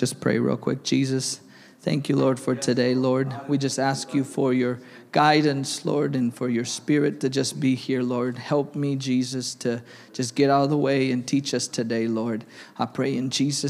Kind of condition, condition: setting, large echoing room